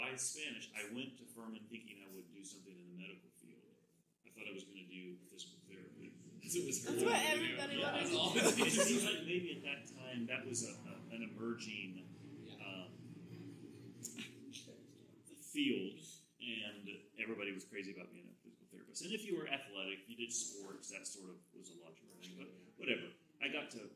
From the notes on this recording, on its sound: We had some technical difficulties with this first episode so it may be a little quieter than what is best.